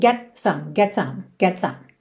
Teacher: não dá tempo de você fazer um T marcadinho, mas você também não pode comer o T, ficar get some, ok?